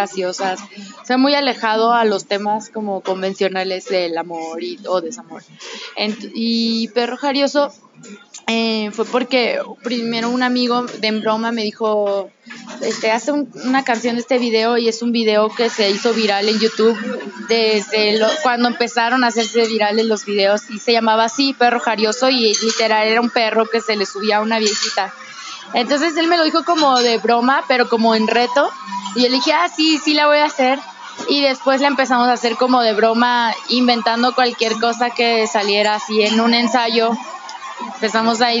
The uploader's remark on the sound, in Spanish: Un charla de cafeteria